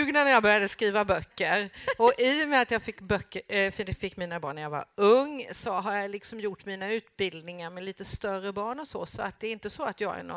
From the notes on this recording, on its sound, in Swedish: Inspelat i Almedalsbiblioteket under deckarfestivalen Crimetime Gotland 2015